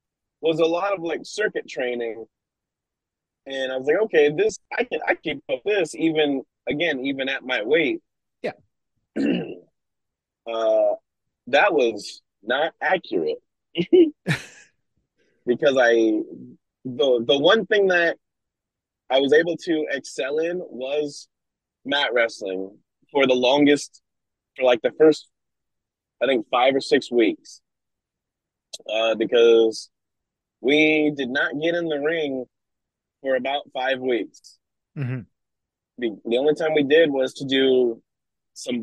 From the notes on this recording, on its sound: There are some audio glitches during this as the connection up in the PNW wasn't the best. Was en route to a show.